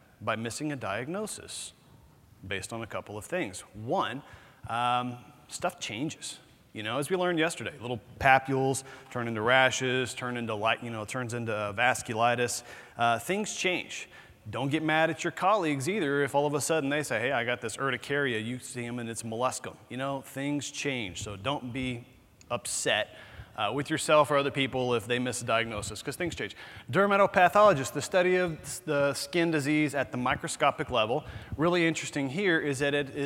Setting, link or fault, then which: setting, busy venue